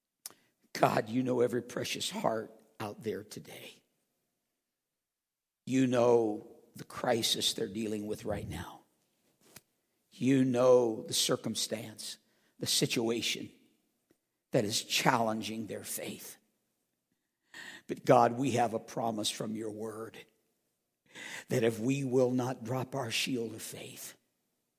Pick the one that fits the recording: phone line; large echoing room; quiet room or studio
large echoing room